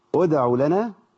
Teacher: أما تبدأي بالهمزة بتاعت أدع هنبدأ بهمزة مضمومة